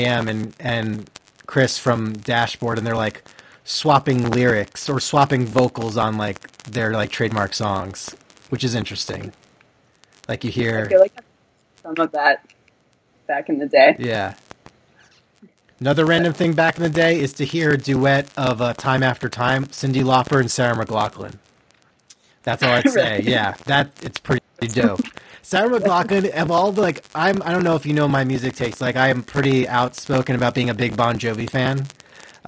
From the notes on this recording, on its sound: Apologies for the audio issues.